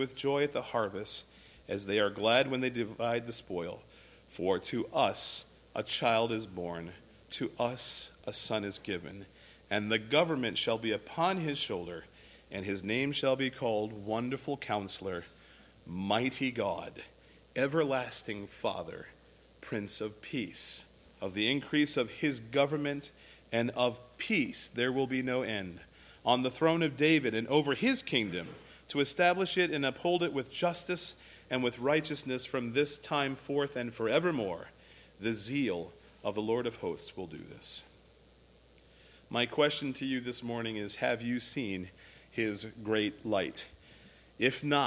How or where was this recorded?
large echoing room